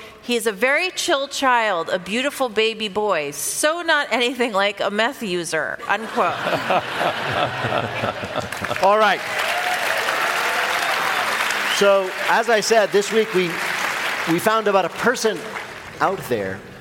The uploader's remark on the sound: This week, we're live in LA